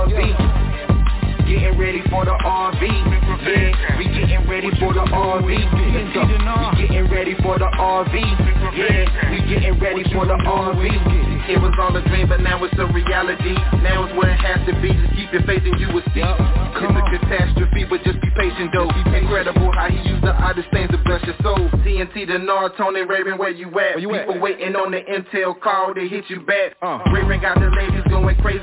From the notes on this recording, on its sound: TNTSuperfantastic Conference Call.